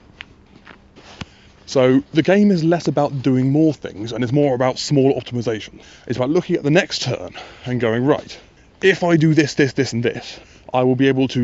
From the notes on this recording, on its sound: While walking Gaspode around the common in the dark.